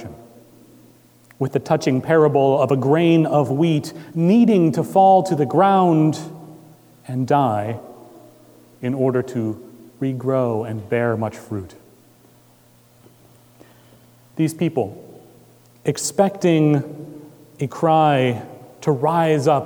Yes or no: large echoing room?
yes